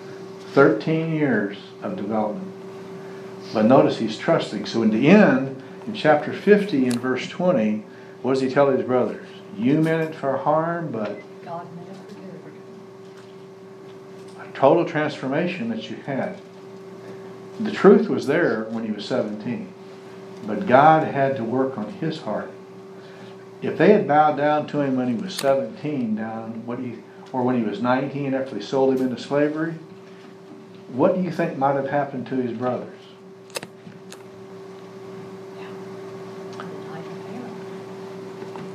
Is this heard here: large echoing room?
yes